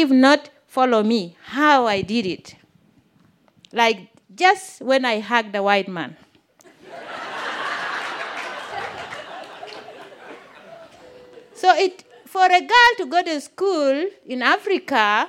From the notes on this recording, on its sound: This story was recorded live on 31 May 2017 at Buntport Theater in Denver, Colorado.